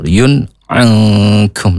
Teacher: Izharu jelas ya, halqi karena huruf ain itu keluarnya dari tenggorokan yang tengah ya, halqi. Halqi itu tenggorokan. · Term: izharu halqi